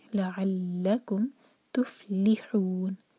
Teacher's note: آخر میں نون کی آواز کلیئر آئے اور ہو چار حرکہ لمبا، مد عار للسکون.